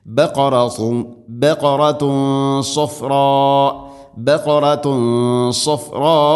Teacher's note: സ്വാദ് ഇസ്തിഇലാന്റെ സ്വരഭാരത്തിൽ ഉച്ചരിക്കേണ്ട അക്ഷരമാണ്, അതുകൊണ്ട് അതിൻ്റെ കൂടെയുള്ള ഗുന്നയും സ്വരഭാരത്തിലായിരിക്കണം